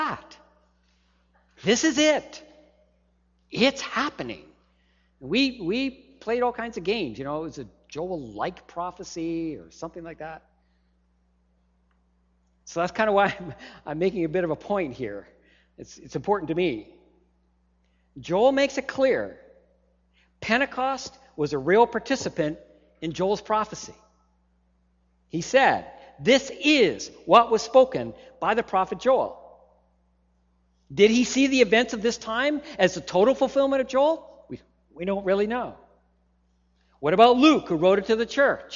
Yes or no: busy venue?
no